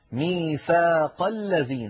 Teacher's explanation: لاحظوا بأن همزة الذين لم تنطق لأن قبلها كلام · Term: همزة الوصل